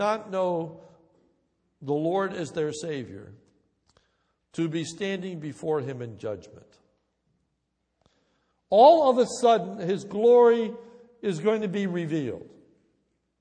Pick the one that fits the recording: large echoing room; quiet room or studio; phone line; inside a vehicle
large echoing room